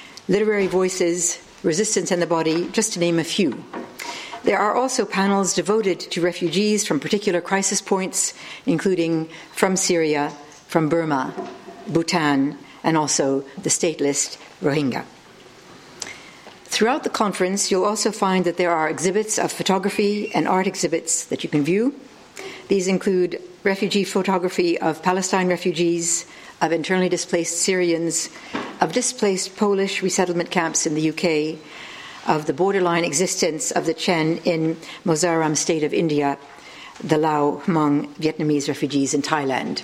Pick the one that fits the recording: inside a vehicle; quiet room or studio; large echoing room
large echoing room